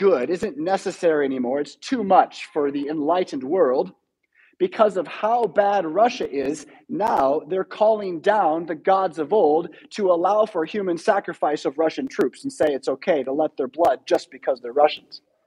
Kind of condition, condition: setting, large echoing room